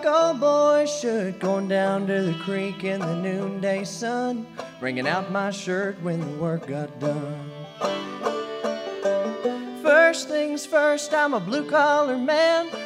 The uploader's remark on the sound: Recorded in 2015 at Augusta Heritage Festival in Elkins, WV.